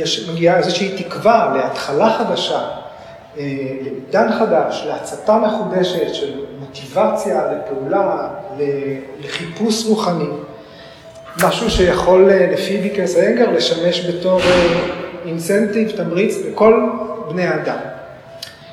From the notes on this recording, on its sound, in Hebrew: כפי שהוקלטה במפגש בבית האמנים